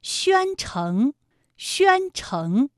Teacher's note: 宣城的宣字就是一个前鼻音，有前鼻韵母渊